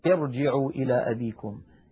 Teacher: عندما نرى راء ساكنة وقبلها همزة وصل نفخم الراء